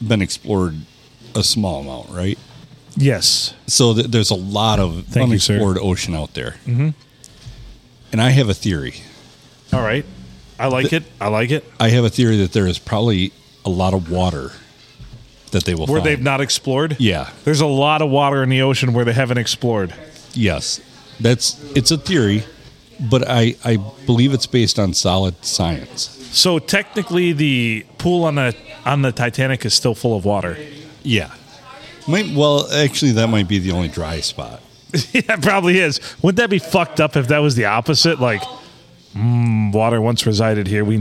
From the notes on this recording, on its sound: Recorded at the Blue on a Monday night as we watch the game.